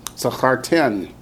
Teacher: accents on the ten